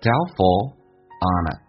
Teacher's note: Doubtful 那个 T 是可以不用发音的，当两个辅音在一起，那个 FUL 发 FUL，但是那个 A 也可以不用发音，在美式发音当中，因为被 L 所吸收了，就变成 Doubtful onit， on 跟 it 有一个连音叫 onit，如果你看起来皱眉头，你向他皱眉头，看起来不是很确定， But if you frownThen look doubtful on it.